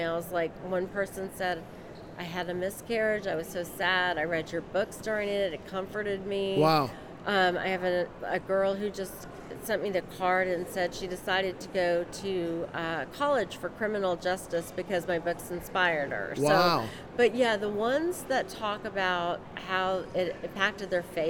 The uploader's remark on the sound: LIVE from CPE 2022!